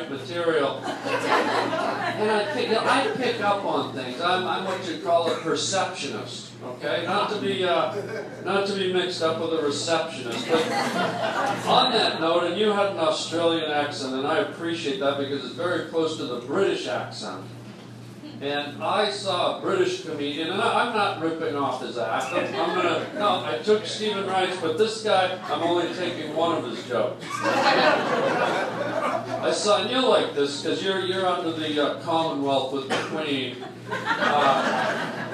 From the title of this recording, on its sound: LIVE ON STAGE